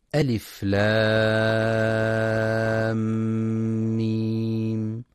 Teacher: إدخال الميم الساكنة بالميم المتحركة، بحيث يصيران حال النطق بهما ميما مشددة، فيكون إدغام كامل بغنة، يسمى إدغاما شفويا، وحرفه الميم فقط.